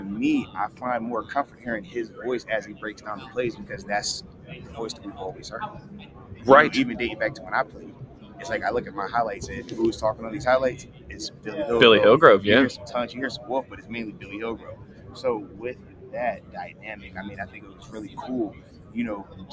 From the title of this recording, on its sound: LIVE from the NFL Combine